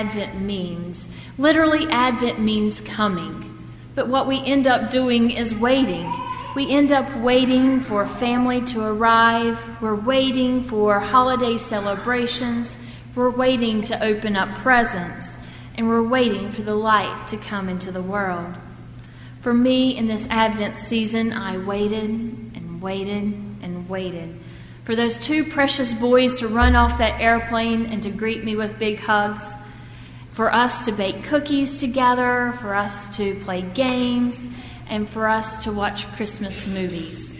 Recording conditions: large echoing room